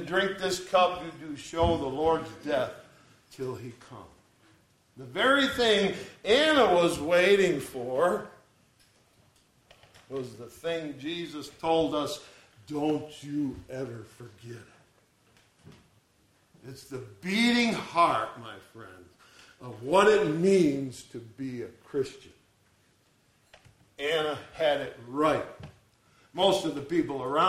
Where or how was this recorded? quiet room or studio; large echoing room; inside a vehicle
large echoing room